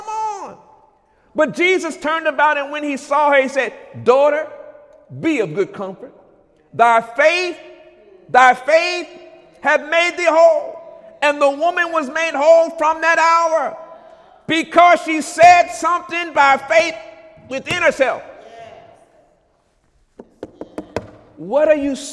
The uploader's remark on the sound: During Sunday morning service on March 5, 2017